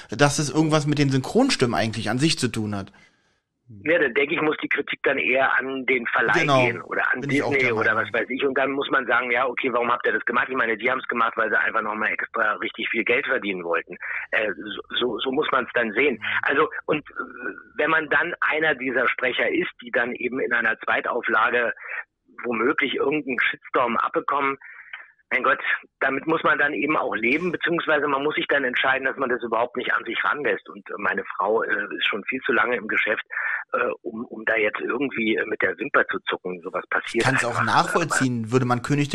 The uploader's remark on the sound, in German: der uns am Telefon gerne und bereitwillig unsere Fragen beantwortet hat